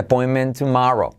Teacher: la T de tomorrow la puedes hacer como eh, R suave